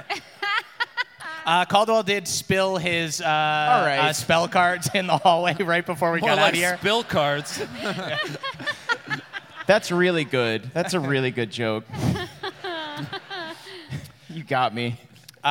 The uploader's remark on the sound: NADDPOD Live in Boston